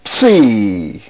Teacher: forming the lips to the P sound and then moving right into the S and the EE